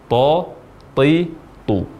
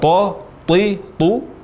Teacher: Huruf ta diucapkan dengan meletakkan ujung lidah kita pada gusi dua gigi seri atas dan bagian belakang dari lidah kita terangkat · Shown in: first take · yakni sifat isti'la ta, sehingga suara ta menjadi tafkhim, menjadi tebal.